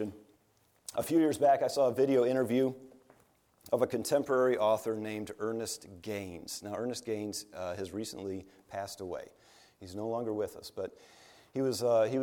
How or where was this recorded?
large echoing room